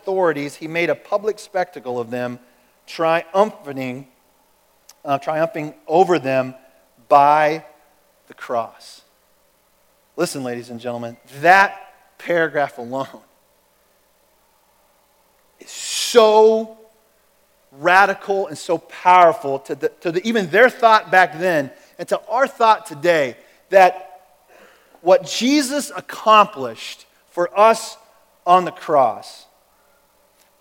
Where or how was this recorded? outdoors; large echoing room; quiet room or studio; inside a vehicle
large echoing room